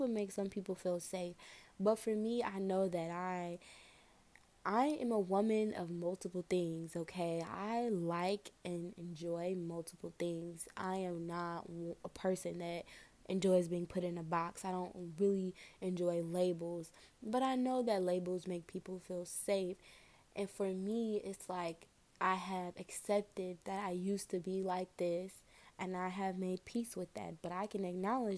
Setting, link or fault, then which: fault, background noise